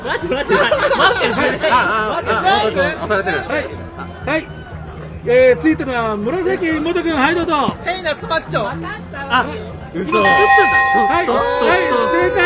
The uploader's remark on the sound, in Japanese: 名古屋・栄の池田公園を会場に開かれた、NLGR+(NAGOYA LESBIAN & GAY REVOLUTION PLUS )2023で。ブースに押しかけての収録シリーズの後編です。